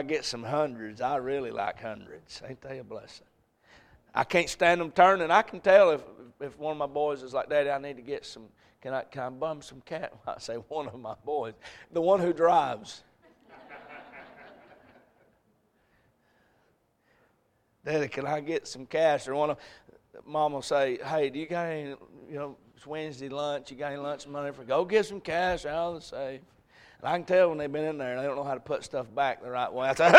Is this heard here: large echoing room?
yes